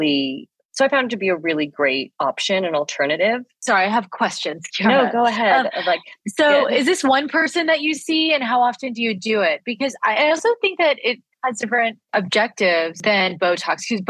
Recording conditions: video call